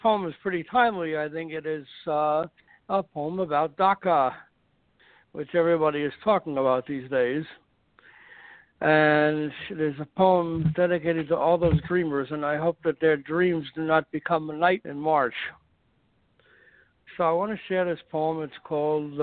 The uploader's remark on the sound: Washington, Maryland, Tucson, Arizona, Los Angeles, California, Belfast, Maine and San Francisco, California who called in and read their poetry on Today's show.